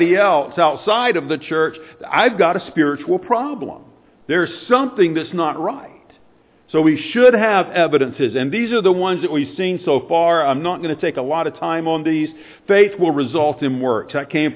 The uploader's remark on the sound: Sunday morning sermon